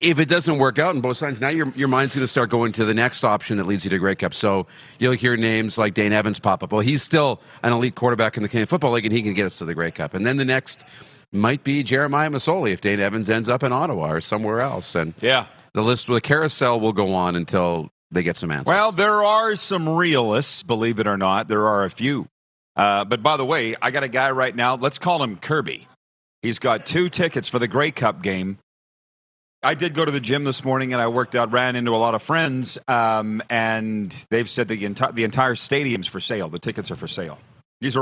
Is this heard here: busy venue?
yes